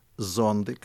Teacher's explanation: Niin venäjän kielessä, miksi tämä suomenkin lainantunut sontikka-sana, niin se on venäjäksi zontik. Siinä on soinnillinen perus ässä, jos näin voidaan sanoa.